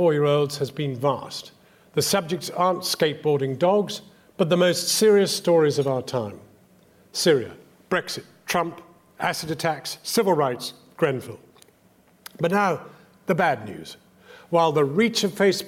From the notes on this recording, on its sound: The full, unedited James MacTaggart memorial lecture, as presented at the Edinburgh international television festival 2017.